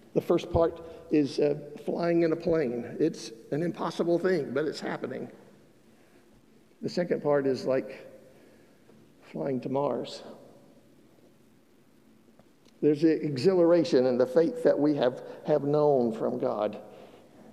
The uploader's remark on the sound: Broad Street United Methodist Church in Statesville. The sermon was recorded on August 7th 2022 at the 11:00 service.